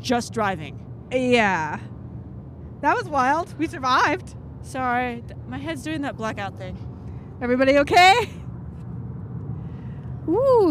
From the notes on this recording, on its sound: This leads to us recording our lives flashing before our eyes as an 18 wheeler almost rams into us on the highway. Were recorded in 2019 when my production was on the road.